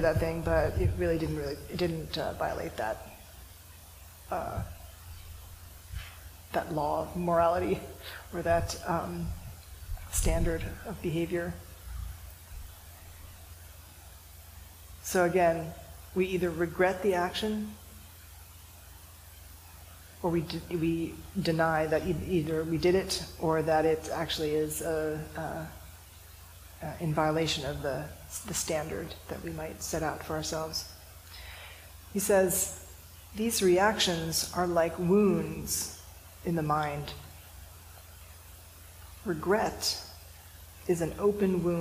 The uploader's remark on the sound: This talk was recorded during the January one-day sitting, held at Unity Church, a neighbor of San Francisco Zen Center’s City Center congregation.